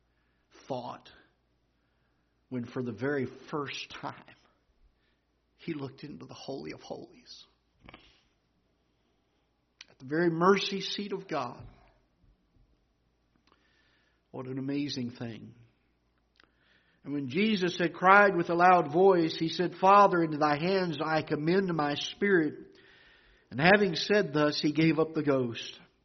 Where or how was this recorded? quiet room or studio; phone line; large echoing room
large echoing room